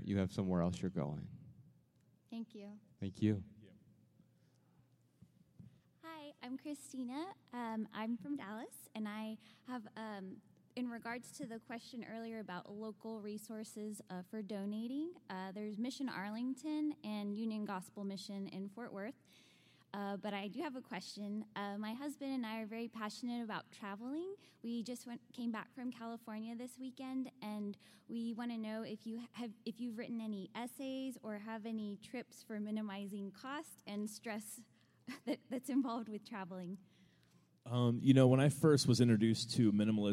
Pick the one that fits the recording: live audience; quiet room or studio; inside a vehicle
live audience